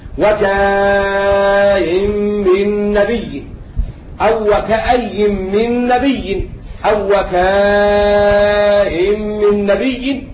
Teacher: يقرأها أبو جعفر بإبدال الياء همزة مع التسهيل مع المد والقصر أيضا أربع حركات أو حركتين